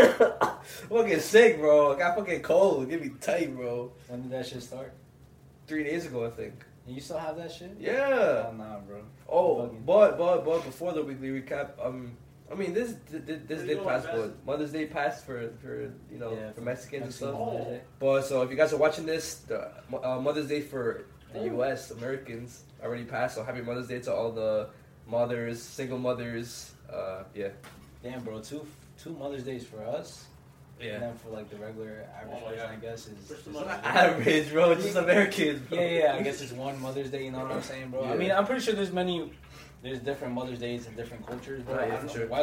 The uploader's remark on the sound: Audio is messed up